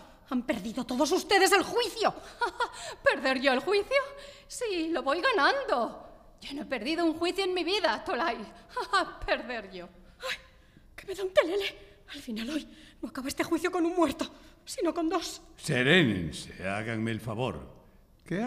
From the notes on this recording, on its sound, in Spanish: Grabado cara al público en la Biblioteca Eugenio Trías de Madrid.